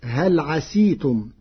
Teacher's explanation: قرأ ورش كلمة عسيتم بكسر السين فتصير هل عسيتم، لغة لبعض القبائل.